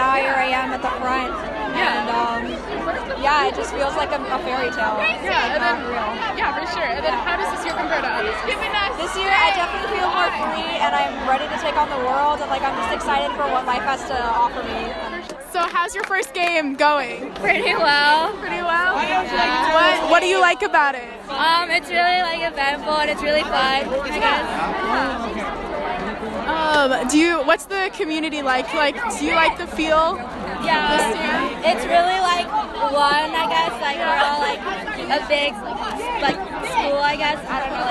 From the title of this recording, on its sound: Sounds of the Fairview Boulder Game